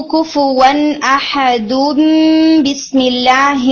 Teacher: ٹھیک ہے، یعنی آپ نے احدوم یہاں پہ اقلاب کرنا ہے، یعنی تنوین کو، تنوین میں جو آڈیبل نون ہوتا ہے اسے میم کے اندر کنورٹ کر دینا